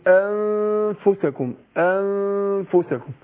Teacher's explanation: بجهز الفاء بتخرج من بطن الشفة السفلى مع الثنايا الإيه؟ العليا. · برضو النون الساكنه مع الفاء، انا بخفي النون عند الفاء. بس ازاي انا بخفي النون في نفسها مع كل ان بجيب الايه الغنه بتاعتها الحركتين، وبعدين اكون مجهز للايه للحرف اللي بعدها. · Term: اخفاء